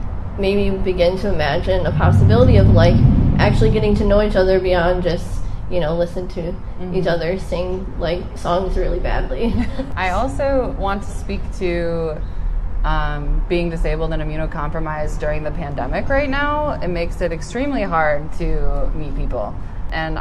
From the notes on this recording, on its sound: Record themselves while presenting live to an audience of people from their locale (the Midwest). They also respond in real time to questions from their curious audience. This was recorded outside near a busy road. We did the best we could to minimize noise interference but the audio is harsher than our other content.